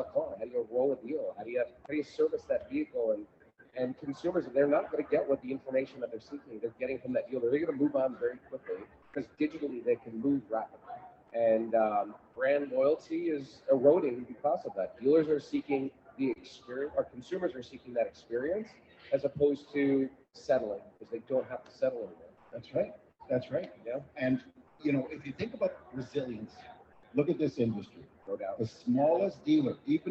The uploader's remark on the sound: Another Great Live Interview at NADA. At the Polly booth at the show.